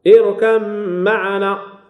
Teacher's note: حفص قرأ اركب معنا، هذا عند غيره، لكن هو قرأ اركب معنا، قلب الباء ميما، قلب الباء ميما وأدغمها